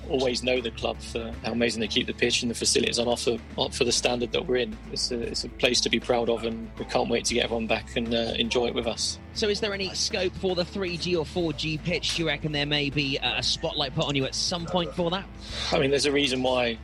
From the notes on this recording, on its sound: LIVE for the PATCH Toy Appeal from Fountain View, Milford Haven Golf Club